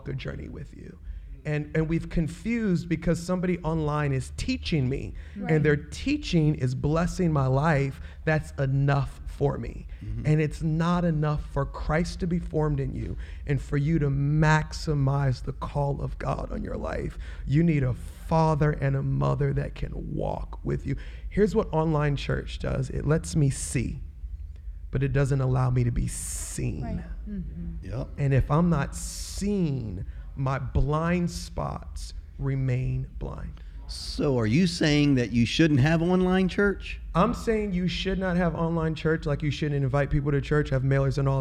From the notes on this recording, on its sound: Live at Relate Conference. During Relate Conference we sat down for a Live podcast recording with two special guests.